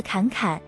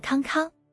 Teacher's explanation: 侃是前鼻音侃，康是后鼻音康。